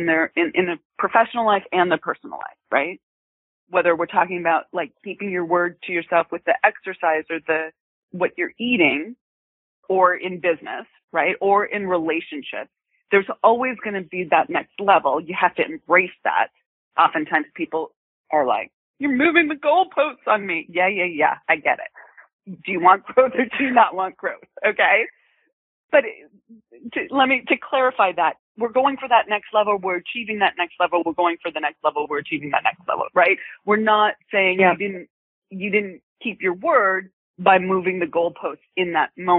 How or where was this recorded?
phone line